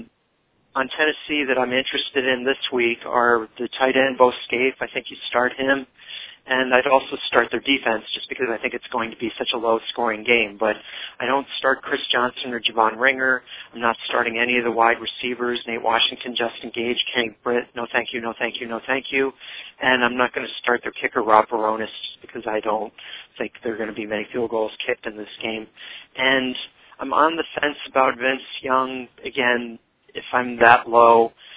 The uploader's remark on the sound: fan interaction via phone